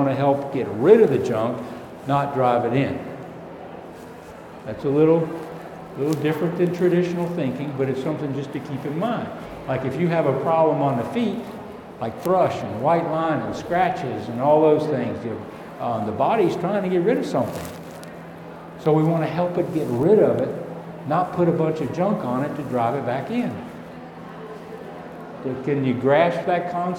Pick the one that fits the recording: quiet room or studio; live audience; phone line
live audience